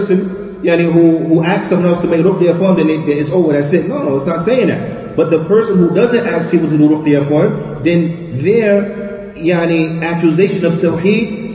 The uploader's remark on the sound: Lecture given at Masjid Nur Allah, Queens, NY